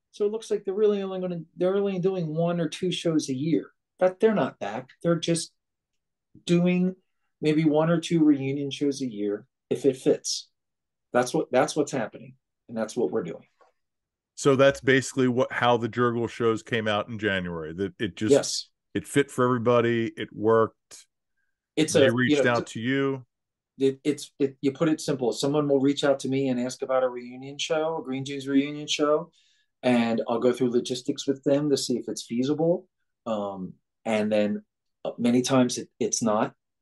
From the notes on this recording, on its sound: Zoom conversation